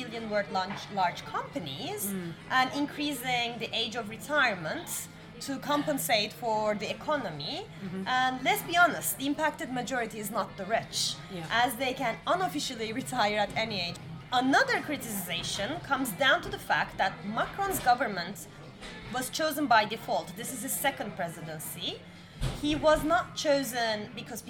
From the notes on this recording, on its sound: We recorded this episode on 2 December 2023, at Paradis du Fruit . At Paradis du Fruit.